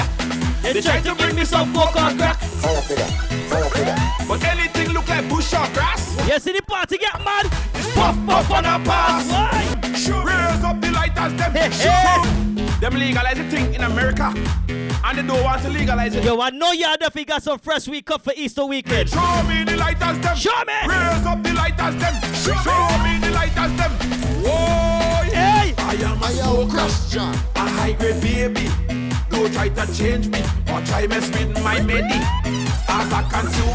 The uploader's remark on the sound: LIVE AUDIO FROM CLUB EMOTIONS LIVE STREAM